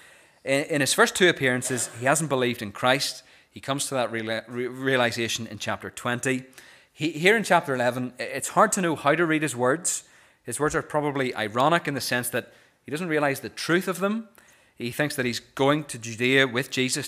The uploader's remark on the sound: This is the recording of the Bible reading and sermon from our morning service on Sunday 21st January 2024.